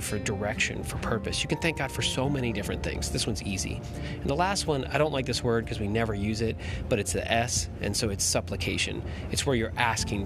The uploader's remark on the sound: Sorry for the background noise - I was in an airport.